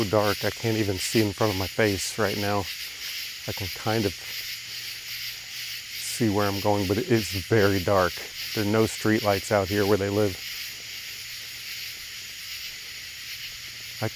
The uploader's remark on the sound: Night Sounds in Rural Tennessee. Upon arriving at my parents' house tonight, I was struck anew by the incredible sounds of wildlife where they live in the woods.